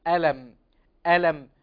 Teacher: هذه الأحرف الثلاثة هنا أحرف مرققة وليست مفخمة فالصواب في تلاوتها الترقيق ولا التفخيم